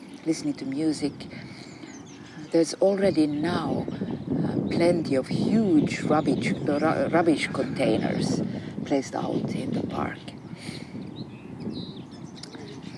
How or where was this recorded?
outdoors